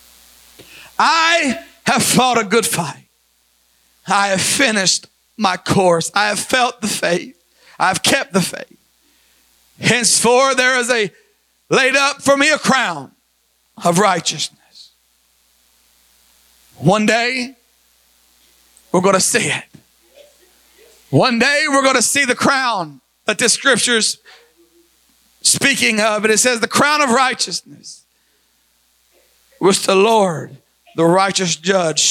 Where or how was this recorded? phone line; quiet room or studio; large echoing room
large echoing room